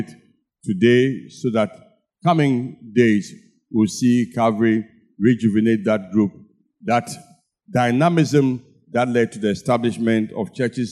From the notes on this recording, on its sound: Sermon preached at CBC Shiashie Campus